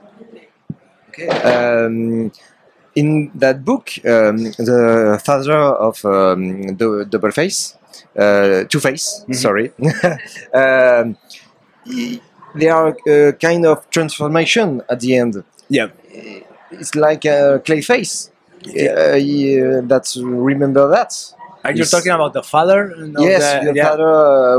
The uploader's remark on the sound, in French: Lors du Paris Fan Festival où nous avons pu interviewer.